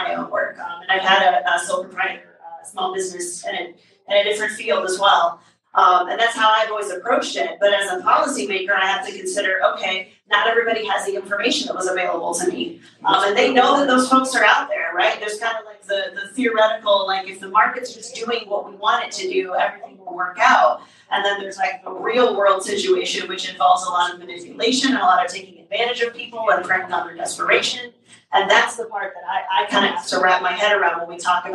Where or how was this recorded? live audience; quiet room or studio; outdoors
live audience